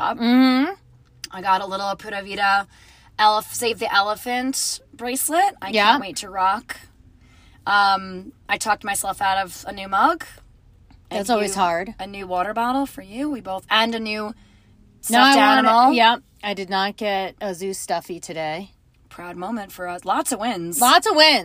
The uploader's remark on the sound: live from the Denver zoo!